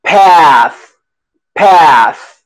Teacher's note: Una A bien clara, acá adelante.